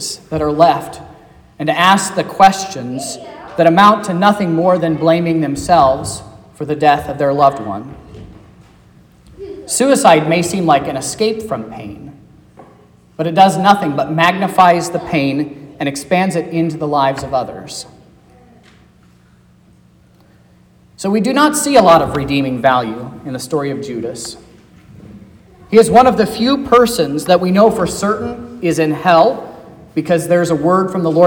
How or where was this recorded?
large echoing room